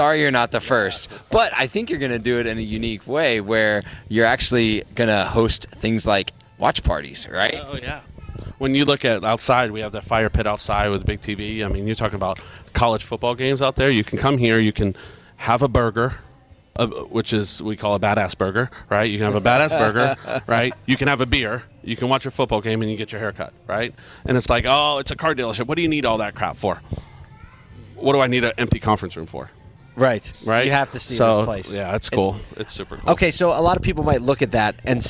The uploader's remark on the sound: In-Showroom Interview. Beaver Toyota.